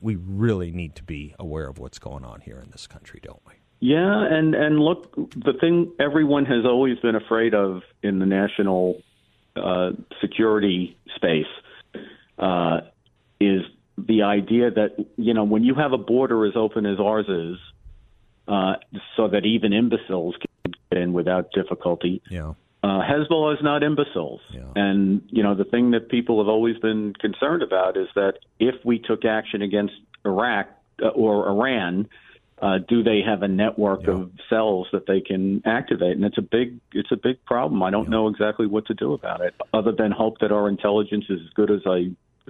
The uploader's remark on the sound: joins the show by phone